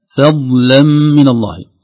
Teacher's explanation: واللام مرققة خوفا نقول فضلا من الله تكون متأثرة بالضاد قبلها